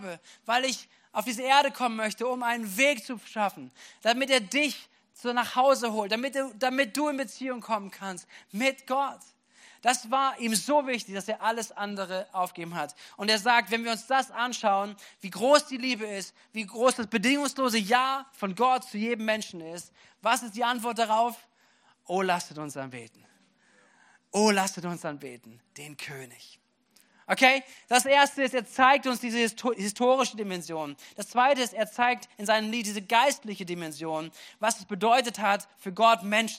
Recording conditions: large echoing room